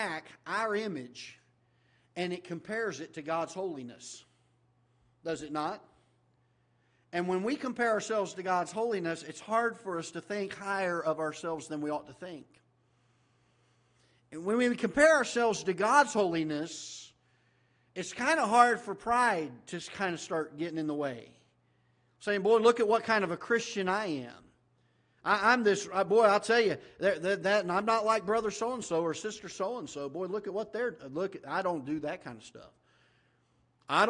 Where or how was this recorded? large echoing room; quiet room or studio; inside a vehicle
large echoing room